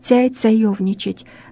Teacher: есть так называемые цокающие говоры, где нет звука «ч» на месте в словах, где мы обычно говорим «че», «чай», «чаевничать», эти носители этих говоров скажут «цяй», «цаевничать».